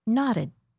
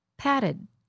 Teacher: Do you see how the D and T sound alike when they happen between two vowels? You might hear that the vowel is a little longer when it's before the D.